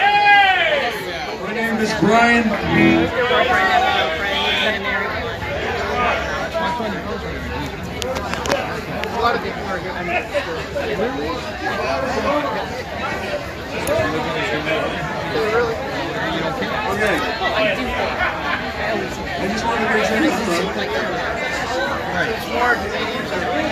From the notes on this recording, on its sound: LIVE at BENTLEY'S SALOON!